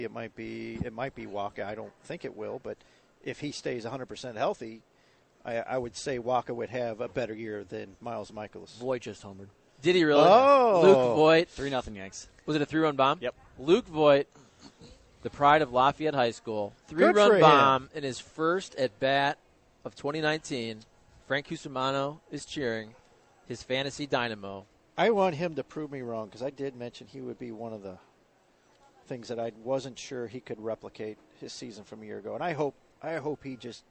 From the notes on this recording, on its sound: broadcasting live from Schnucks in St.